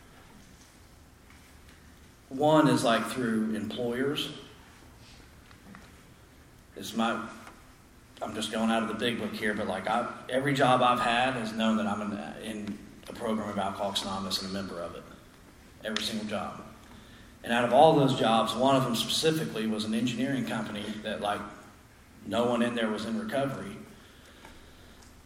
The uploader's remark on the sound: Speaks at the 6th Annual Spring Into Action Conference in Sanford NC.